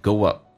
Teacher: go 跟 up 一般会加个我， go up 也行，加个我更顺畅一点， goup。那么我将会做这个事情。我刚刚有讲过 I'm 说成这几个红色字体都是用降调来发，变成 I'm just gonna go up there and I'm gonna starvemyself。 · Term: 连音